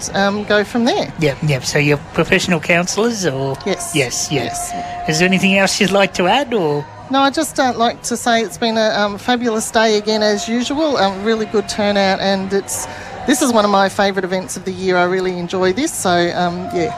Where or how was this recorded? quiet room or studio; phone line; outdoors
outdoors